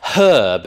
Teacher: But the standard British form is herb with an H. The standard North American form is herb without the H and with the R pronounced as well.